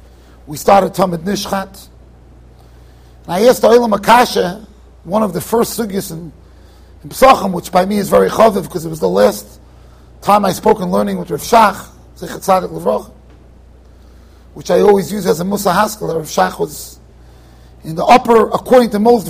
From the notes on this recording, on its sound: Shiur recorded in Yeshivas Ohr Reuven, Monsey NY